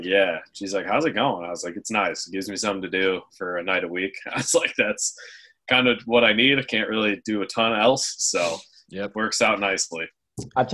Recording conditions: video call